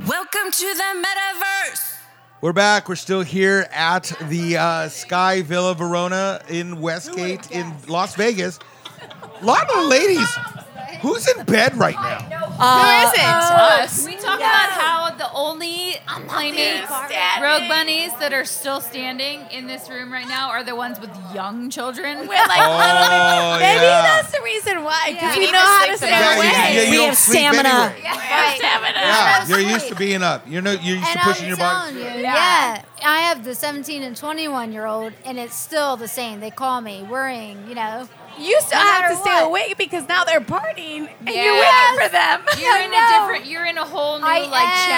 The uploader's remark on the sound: Our final recording from the Rogue Bunnies Mansion 2.0 Party, from Vegas back in September. This episode was recorded after 2a (the party started at 8:30p).